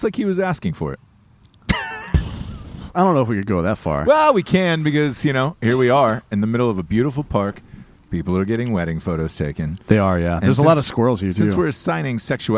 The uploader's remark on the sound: they stop in a picturesque park where couples are taking breathtaking wedding photos, and record one the most disgusting shows possible